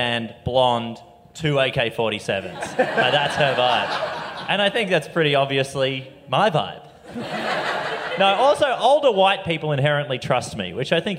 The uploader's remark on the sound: LIVE